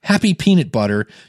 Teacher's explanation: Now, the technical term for this is it's a plosive, but if you put your hand in front of your mouth and say, happy peanut butter, you'll feel a bunch of air go into your hand. And when that goes into the microphone, it sounds bad.